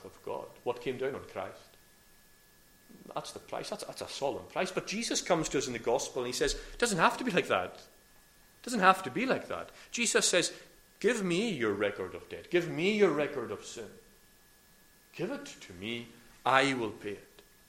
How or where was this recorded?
large echoing room